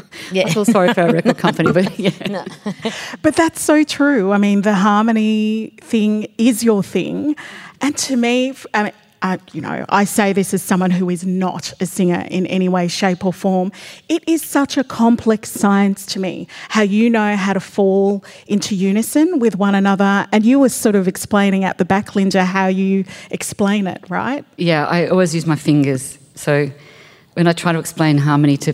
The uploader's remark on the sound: This event was recorded at The Capitol as part of the Wheeler Centre’s Spring Fling in September 2022.